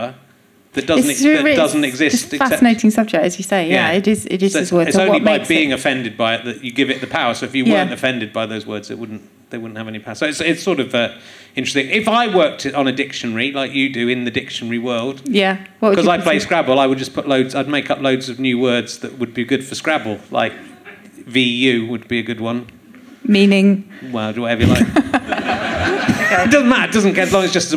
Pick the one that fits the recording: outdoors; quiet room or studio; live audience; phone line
live audience